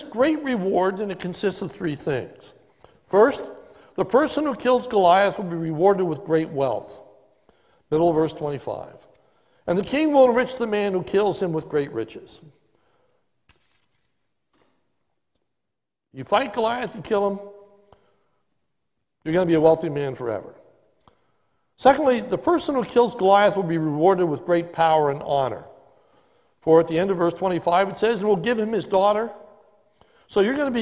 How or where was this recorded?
large echoing room